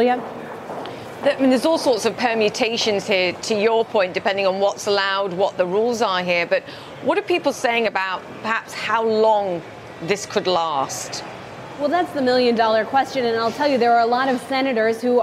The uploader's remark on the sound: live from the New York Stock Exchange